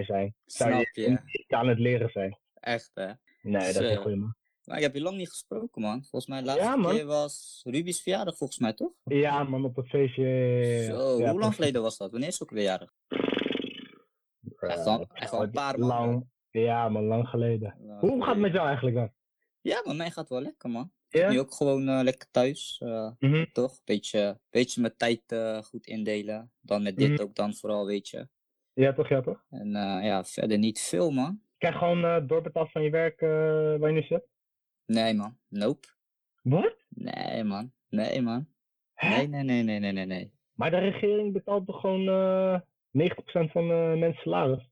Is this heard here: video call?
yes